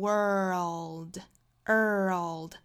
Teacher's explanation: world 世界这个词要卷舌成 worldworld，卷舌音后面再带舌侧音